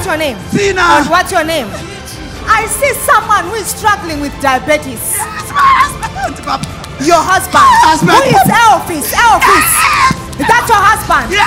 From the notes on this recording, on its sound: 2018 Women On Fire Conference. 2018 Women On Fire Conference.